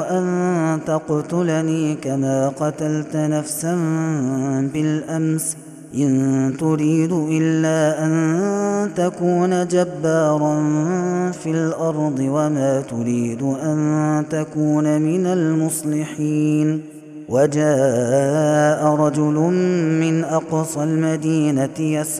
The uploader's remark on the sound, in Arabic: هذا التسجيل من صلاة التراويح